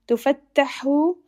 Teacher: make sure that you pronounce the Ha with the middle of the throat